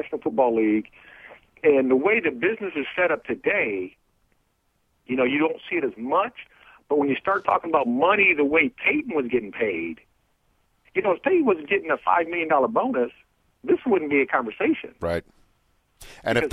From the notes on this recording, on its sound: Phones in from outside of the Redskins facility. Who phones in to give his insights.